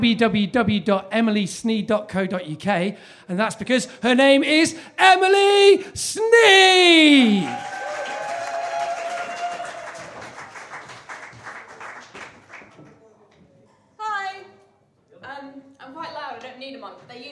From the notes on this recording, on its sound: The second of three live recordings from our Tragic Horror live event which took place at the Hackney Attic on the 25th October 2014.